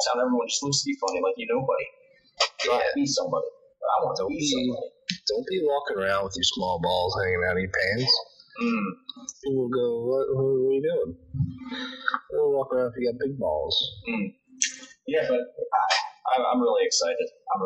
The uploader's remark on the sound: APOLOGIES FOR THE BAD AUDIO! Made a dumb mistake and now it sucks.